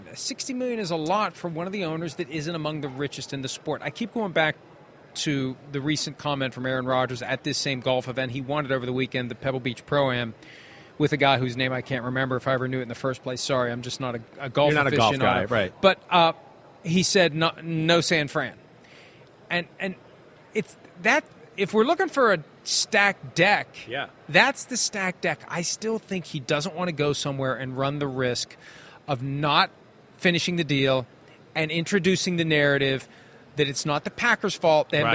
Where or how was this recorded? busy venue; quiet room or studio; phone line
busy venue